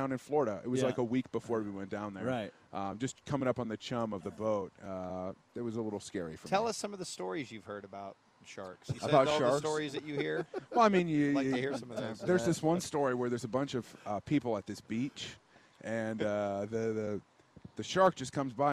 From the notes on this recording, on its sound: live from his own charity event at Top Golf